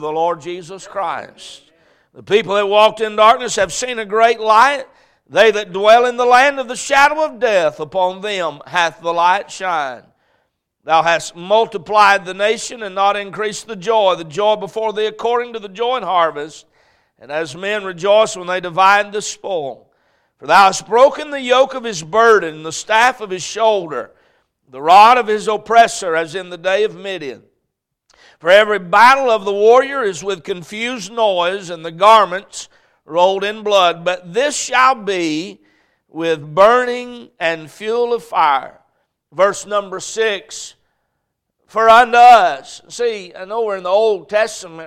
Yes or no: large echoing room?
yes